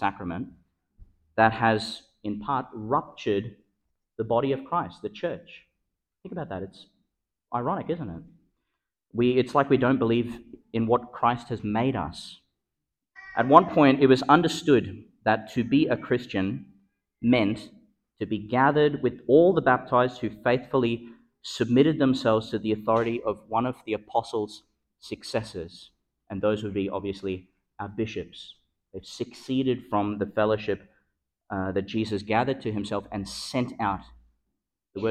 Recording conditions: large echoing room